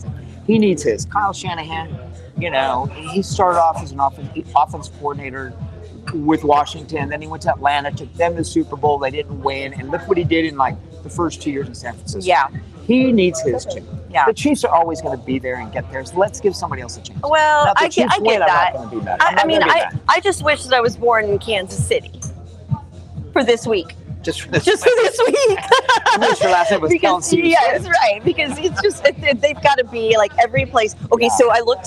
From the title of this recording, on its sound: Live from The Hollow